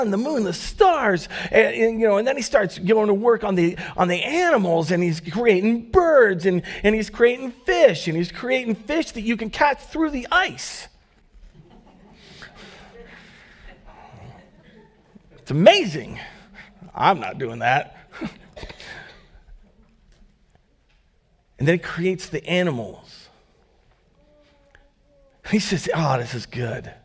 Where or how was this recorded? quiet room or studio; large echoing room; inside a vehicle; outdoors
large echoing room